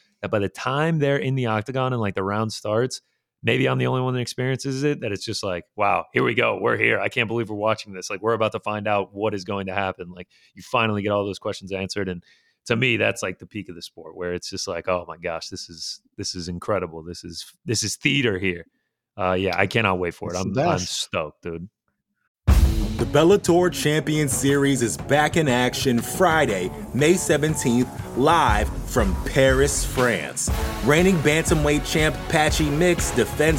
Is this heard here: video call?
no